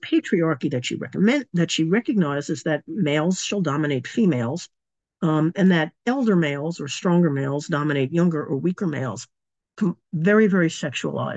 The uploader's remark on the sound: A live webinar. Part of our webinar series Radical Feminist Perspectives.